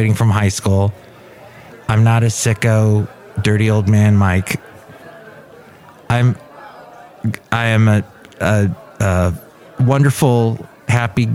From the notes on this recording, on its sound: podcasts live from Café Anyway